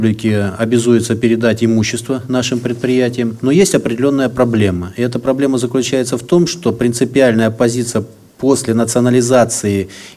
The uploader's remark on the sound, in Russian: Полную запись расширенной пресс-конференции. В пресс-центре издания Федерального Собрания Российской Федерации «Парламентская газета».